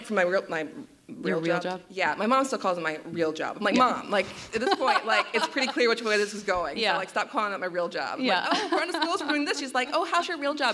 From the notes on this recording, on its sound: This week's episode was recorded in front of a live audience at POD X in Nashville, Tennessee. Live musical performances.